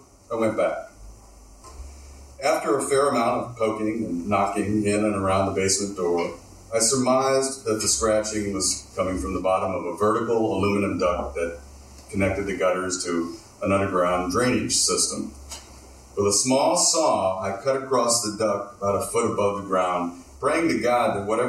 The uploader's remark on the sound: Recorded live at Fitzgerald’s in Berwyn, IL.